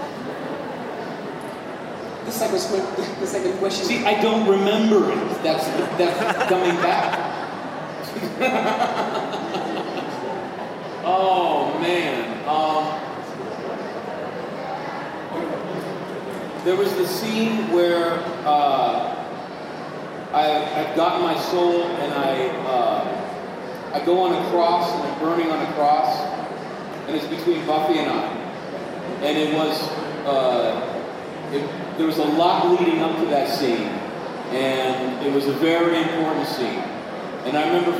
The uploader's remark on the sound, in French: Cinquième conférences enregistrées dans le cadre du TGS 2017. Conférence TGS 2017. Cinquième conférences enregistrées dans le cadre du TGS 2017.